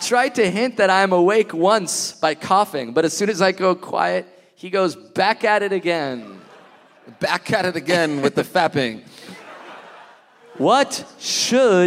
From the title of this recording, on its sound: Live in Chicago!